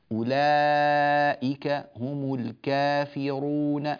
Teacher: الفتح لا يكون كاملا، الفتح الكامل هذا فتح أعجمي وليس عربيا، وإنما الفتح العربي فتح متوسط، ليس تقليلا وليس إمالة، وإنما هو فتح متوسط.